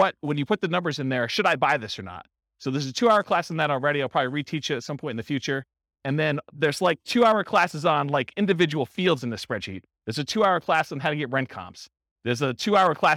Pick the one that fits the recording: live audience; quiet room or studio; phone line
live audience